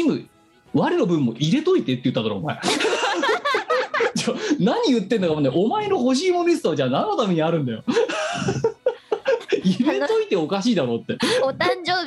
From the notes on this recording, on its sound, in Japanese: 本番組はリモート収録です。収録時環境の影響により、聴き取り辛い部分があります。途中で色々とノイズ等入りますが、収録時のものです。